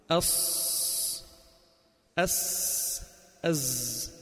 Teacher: ثم بعد ذلك أز، فإذا طرف اللسان مع حافتي اللسان مع الثنايا العليا، الهواء الذي يمر بين الثنايا هو الذي يخرج هذا الصوت، صاد وسين وزاي. طرف اللسان مع الحافتين مع الثنايا، ثلاث حروف اللي هن صاد سين وزاي · منتهى طرف اللسان مع أسفل الصفحة الداخلية للثنايا السفلى، فيخرج الصوت من فوقها مارا بين الثنايا العليا والسفلى